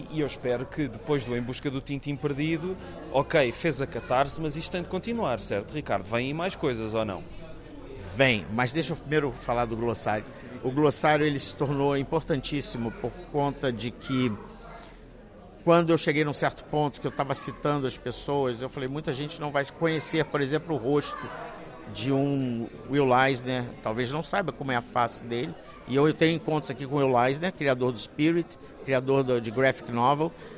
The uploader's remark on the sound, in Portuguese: Gravada no Festival de BD de Beja em Junho de 2023.